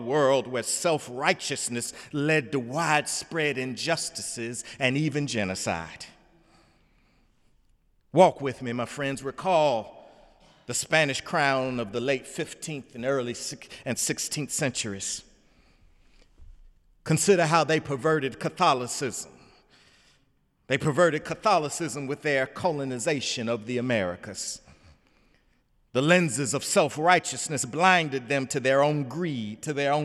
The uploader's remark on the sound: in the Memorial Church